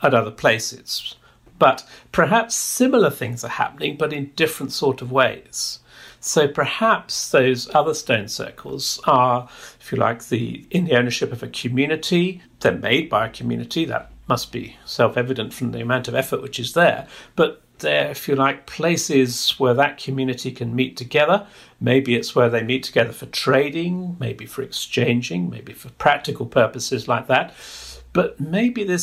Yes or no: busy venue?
no